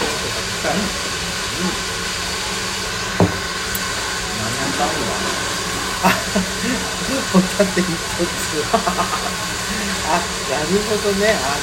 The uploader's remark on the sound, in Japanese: 換気扇の雑音がデカいため聴き取りづらいと思います。多分思ってるより轟音です。雑音ノイズ注意。